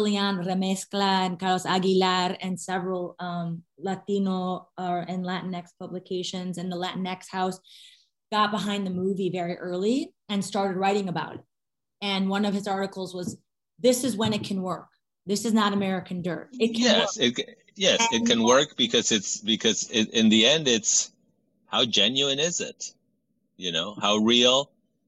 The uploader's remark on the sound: in a spoiler-filled virtual Q&A